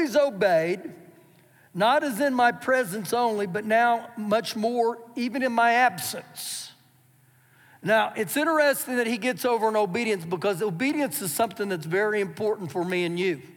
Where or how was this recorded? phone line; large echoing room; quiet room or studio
large echoing room